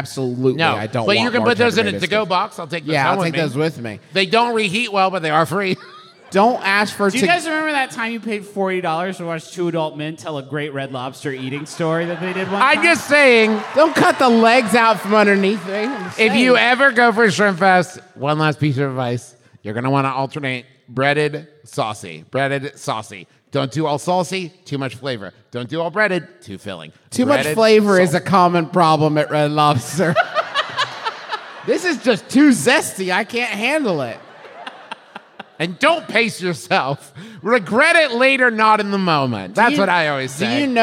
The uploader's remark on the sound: Live (at the time) from The Balboa Theater for San Diego Comic Con, it’s a very fancy episode. San Diego Comic Con was a live show.